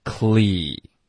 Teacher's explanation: 尽量把这个元音一的音突出来，单独有一个一，纯元音一